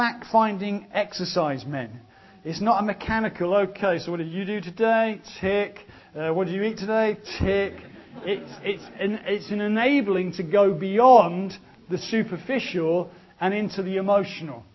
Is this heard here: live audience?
yes